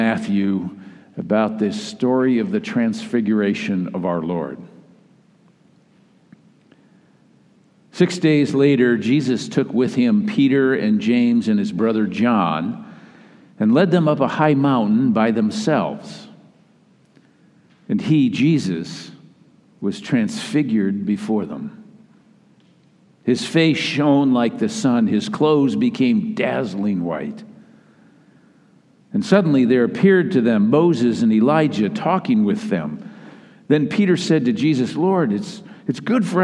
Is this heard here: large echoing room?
yes